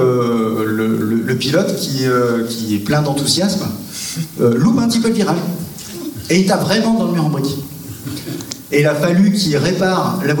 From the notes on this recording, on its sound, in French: pendant la séance spéciale enregistrée au mois de Janvier à L'Alliage Olivet : retrouvez-les en échange avec le public